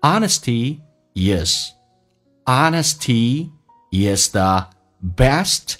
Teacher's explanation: honesty 跟 s 中间有一个连音，元音跟元音之间不是加我就是加也，那这边加的是也